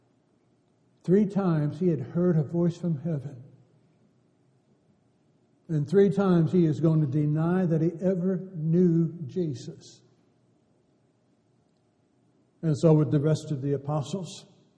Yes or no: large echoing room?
yes